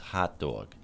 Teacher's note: Hot, with the voiceless stop, is going to go with the lot group, and dog, with the voiced sound, is going to go with the... with the thought group.